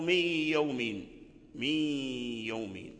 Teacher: فإذا التقى النون الساكنة أو التنوين مع الياء فالنون يدغم في الياء ولكن تبقى الغنة